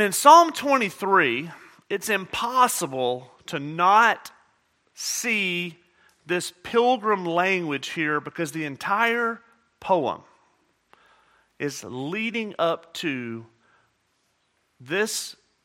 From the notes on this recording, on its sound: at Murrieta Valley Church in Murrieta, California